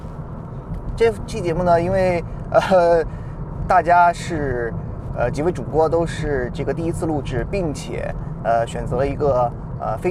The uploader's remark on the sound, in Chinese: 由于是在车上用录音笔录制，音质非常抱歉，还望各位海涵。